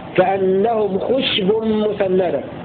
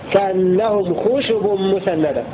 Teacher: قرأ قنبل والكسائي وأبو عمرو بسكون الشين فيه · Shown in: first take · كأنهم خشب مسندة، وقرأ غيرهم بضمها كأنهم خشب مسندة.